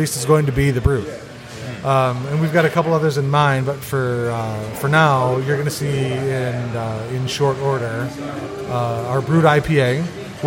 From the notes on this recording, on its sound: Live at Old Nation.